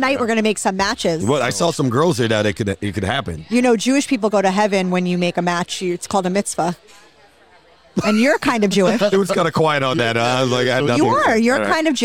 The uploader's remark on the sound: Recorded at American Social Las Olas